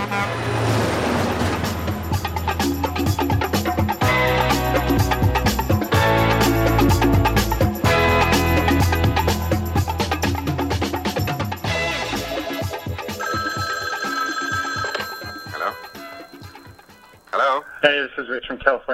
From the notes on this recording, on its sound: Phone calls from Pavement Pounders.